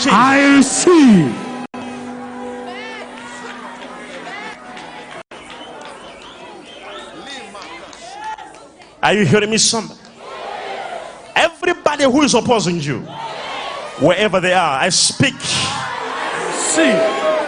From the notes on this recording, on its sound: LIVE MID WEEK SERVICE| ECG CHURCH